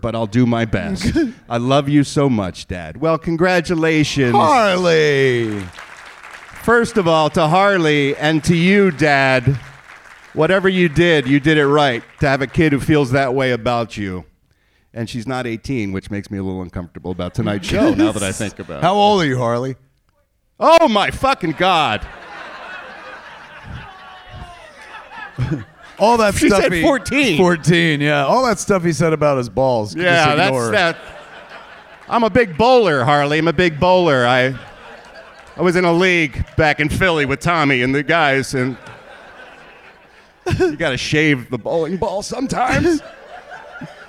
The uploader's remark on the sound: Perform live at SMODCASTLE CINEMAS in Atlantic Highlands, NJ.